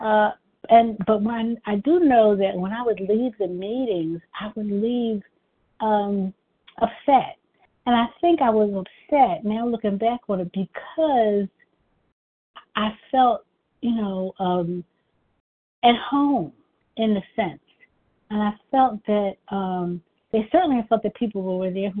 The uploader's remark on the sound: 100 Pounders Phone Meeting